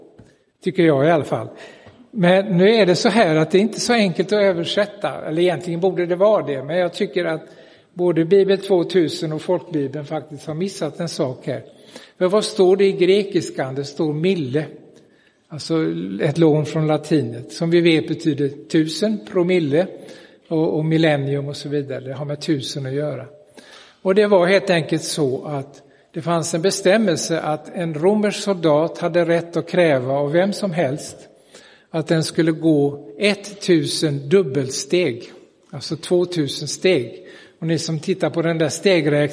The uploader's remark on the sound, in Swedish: Inspelad i Roseniuskyrkan den 11 september 2022.